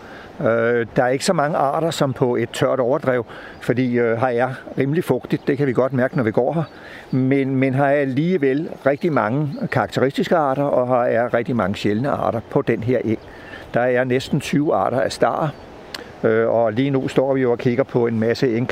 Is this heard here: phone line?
no